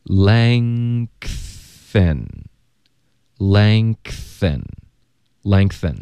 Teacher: 后鼻音要直接连发到 th 的时候中间会爆一个 k · Term: 添加音